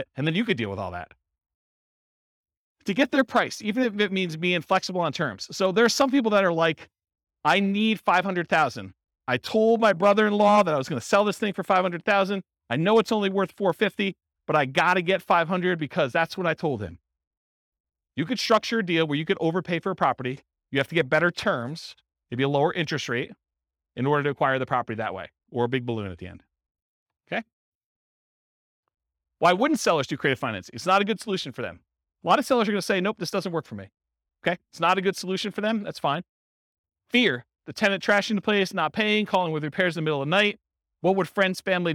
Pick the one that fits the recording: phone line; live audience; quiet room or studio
live audience